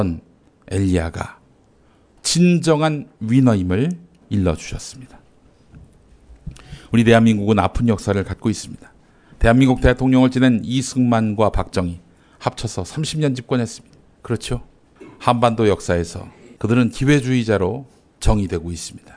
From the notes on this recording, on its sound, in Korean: 장소] 벙커1교회 (서울 마포구 월드컵북로5가길 8-15 지하 1층)